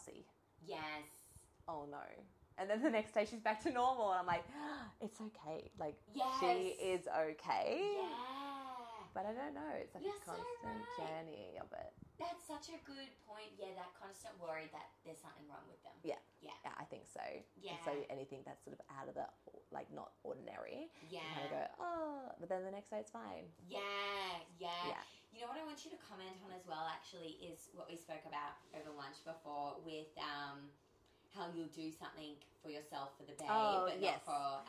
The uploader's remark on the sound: SORRY FOR THE CRAPPY NOISE! Tech difficulties.